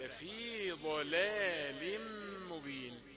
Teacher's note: الضاد هي المفخمة، فلا تفخم اللام بعدها